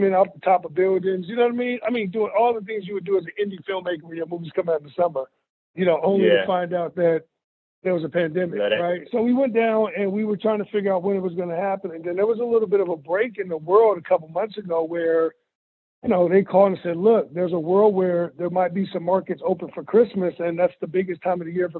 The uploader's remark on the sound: I hopped on the phone